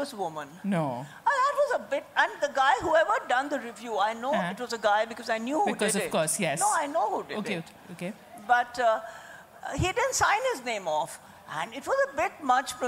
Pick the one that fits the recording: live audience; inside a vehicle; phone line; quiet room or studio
live audience